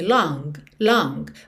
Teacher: Esse G do long, ele às vezes até aparece long, long, mas é bem sutil